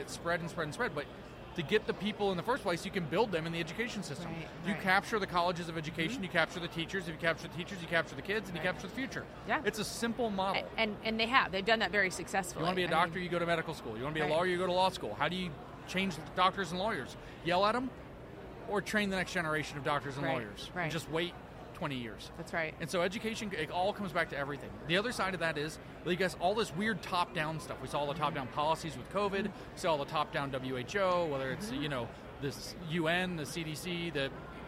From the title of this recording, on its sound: The Unity Project What’s UP? Podcast at AmFest